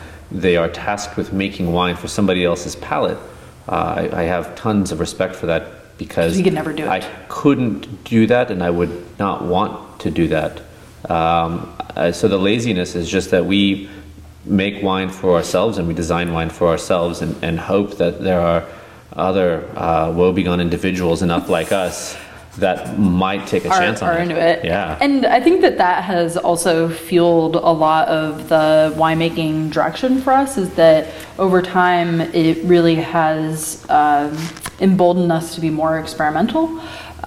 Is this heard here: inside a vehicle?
no